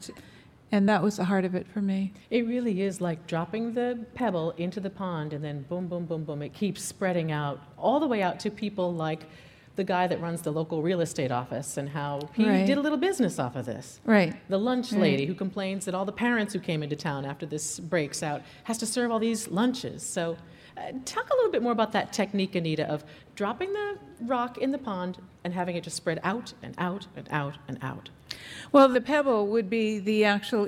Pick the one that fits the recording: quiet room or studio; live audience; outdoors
live audience